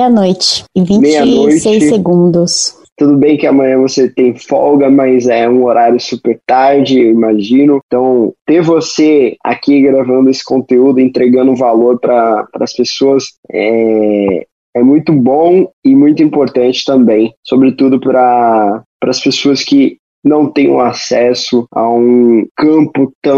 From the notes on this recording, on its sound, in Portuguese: bateu um papo com a gente por meio do Zoom